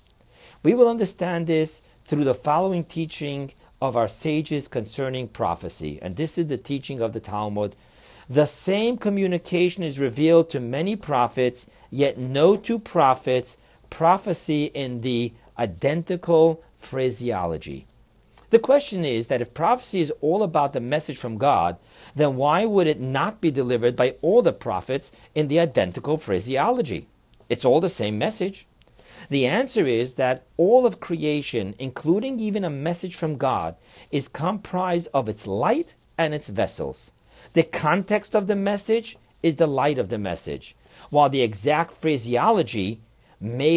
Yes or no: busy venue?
no